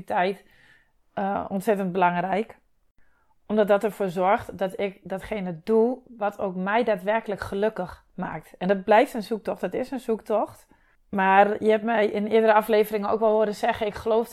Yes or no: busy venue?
no